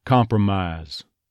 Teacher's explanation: in that final syllable, we've got the I diphthong dropping the second half.